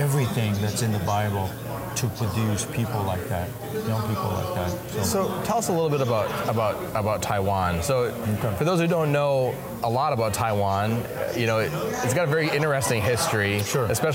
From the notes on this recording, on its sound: Recorded live at the 2021 Radius Missiology Conference.